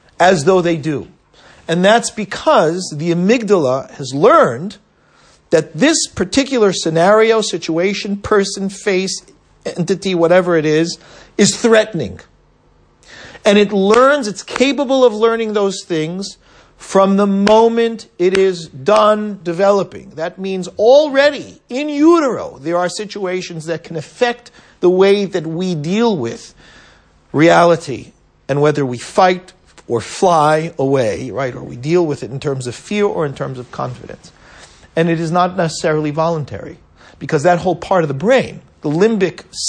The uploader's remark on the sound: at Stanmore and Canons Park United Synagogue